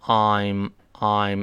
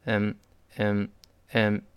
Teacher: 由 I'm 弱化成了嗯，嗯，就这个 I 有点像发呃 · Shown in: second take